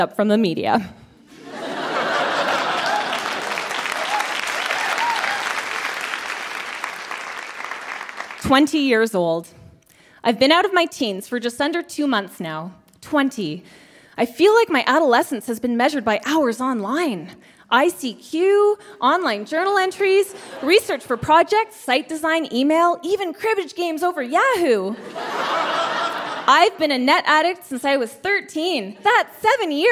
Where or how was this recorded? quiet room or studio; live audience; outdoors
live audience